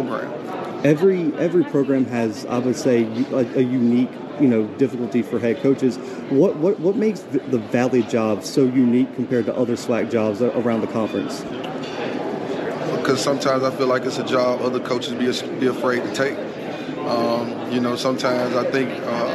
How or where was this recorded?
busy venue